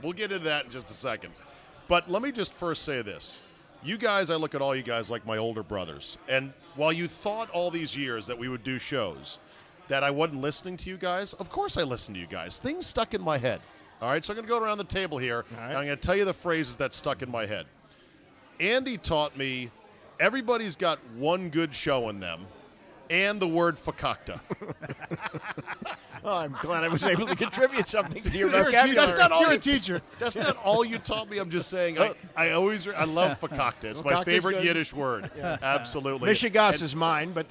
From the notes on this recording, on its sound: RECORDED LIVE at DC PRIME STEAKS in Ashburn VA.